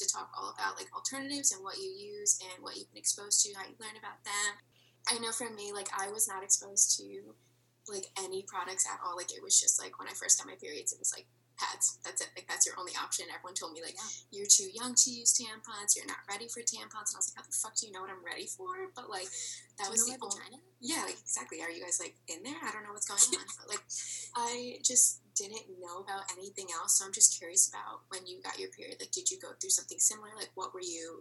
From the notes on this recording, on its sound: THIS IS MY FIRST TIME USING ZOOM TO RECORD THE AUDIO IS A LITTLE FUCKY.